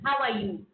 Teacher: Are you is a raising intonation.